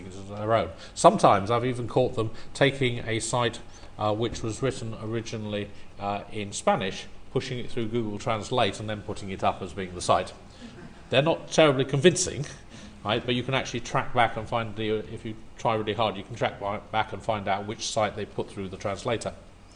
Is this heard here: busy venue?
yes